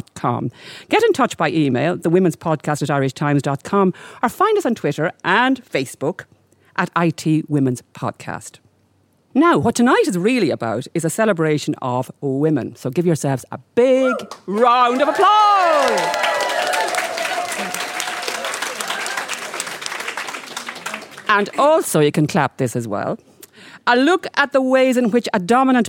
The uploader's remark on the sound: This week's podcast was recorded in The Irish Times as part of Culture Night in association with the Herstory movement.